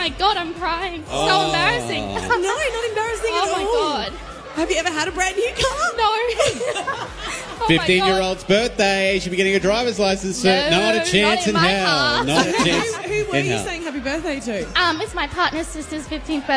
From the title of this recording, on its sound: FULL SHOW: LIVE From Eatons Hill Hotel